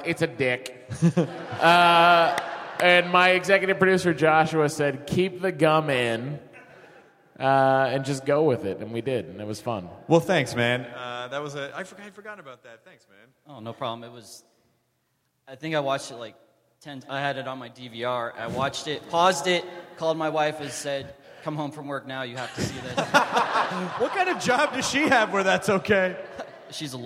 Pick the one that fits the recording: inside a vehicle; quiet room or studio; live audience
live audience